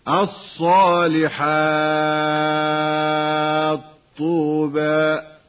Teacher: أما المتجانسان الكبير وهو ما تحرك فيه الحرفان فحكمه الإظهار لحفص كالتاء مع الطاء هكذا من كلمتي الصالحات طوبى، ويجوز إدغامه للبصريين فنقول الصالحات طوبى